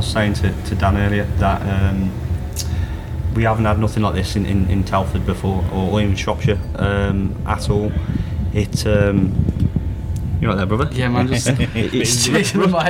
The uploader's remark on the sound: Coming to you from Mature, a great club in Wellington, Shropshire, is a medley of interviews captured at the Shropshire Music Awards After Party. We set up downstairs while some of the award winning acts performed upstairs.